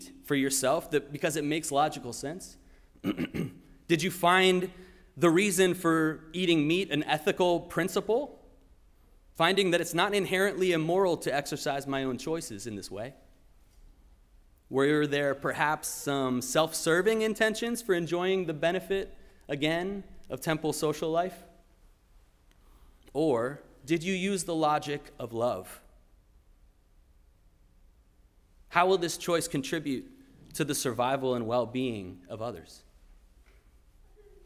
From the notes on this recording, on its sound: Sermon preached at RCHP